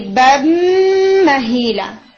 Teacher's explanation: بن، اس نون کو میم میں مرش کرے ہیں تو یہ نون بالکل بھی سنائی نہیں دے گا اور اس کی جگہ پر میم سنائی دے گا · Term: کامل ادغام